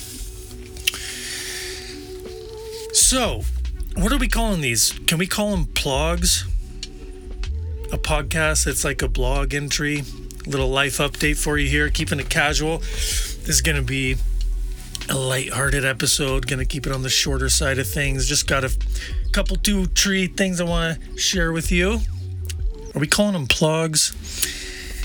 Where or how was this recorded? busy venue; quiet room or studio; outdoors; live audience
outdoors